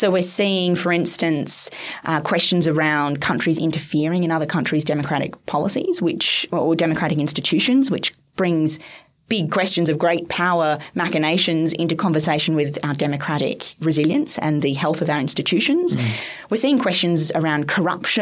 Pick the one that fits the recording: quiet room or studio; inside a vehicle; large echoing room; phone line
quiet room or studio